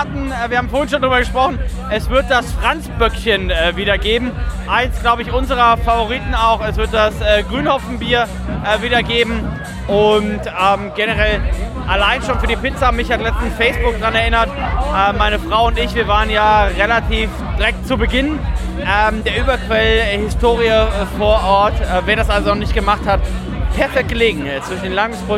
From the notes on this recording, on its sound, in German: Waren auf dem von Ratsherrn organisierten “ Hamburg Beer Festival ” unterwegs und haben viele Biere probiert und dazu die passenden Stimmen eingefangen. Ratsherrn Hamburg Beer Festival 2023.